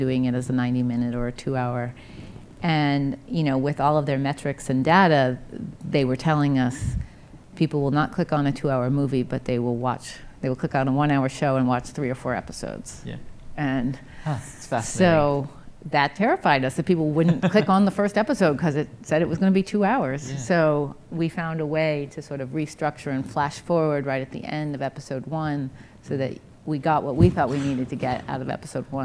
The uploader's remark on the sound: Live at INBOUND16